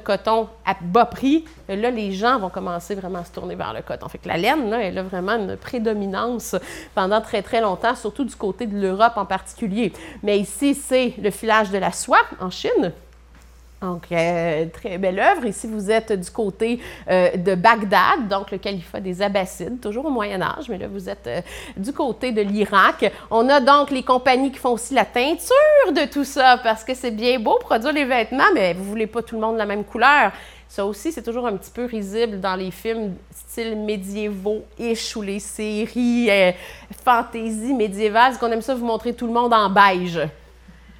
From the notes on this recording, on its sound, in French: Diffusion en différé de la conférence donnée à l’occasion de la journée Biais Textile du 9 septembre 2023.